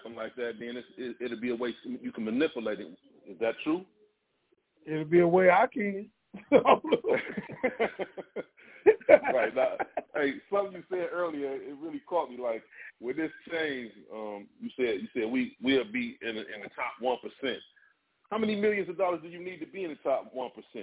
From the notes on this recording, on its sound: TNTSuperfantastic Conference Call